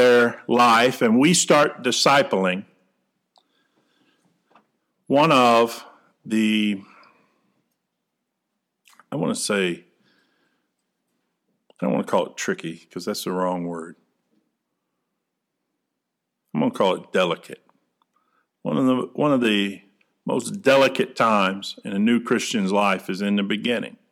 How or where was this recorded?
large echoing room